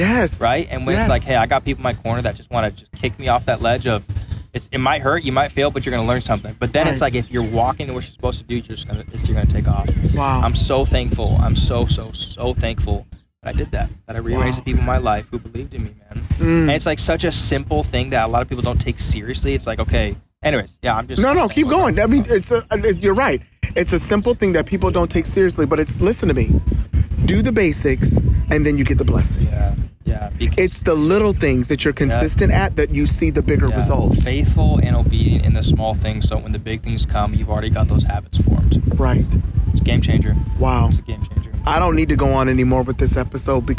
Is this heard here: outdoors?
yes